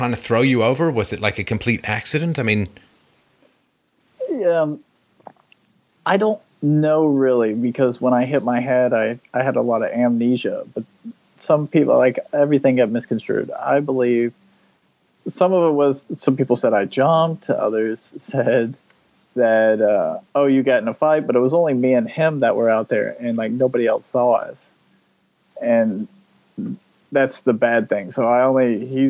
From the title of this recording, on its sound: Call In Show